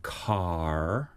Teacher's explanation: Well, it's also about when you make the R, because Americans make the R in the final position following a vowel, and we don't.